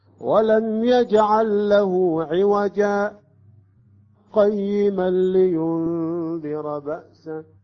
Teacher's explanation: القاف من حروف الإخفاء، هنا لا نأتي بالإخفاء، نأتي بالسكت بدون أن نأخذ نفس · لاحظتم في حالة الوصل قرأت عوجا، التنوين هنا يسقط، هنا يجب أن يعني في القاعدة تنوين مع القاف يكون إخفاء، ها؟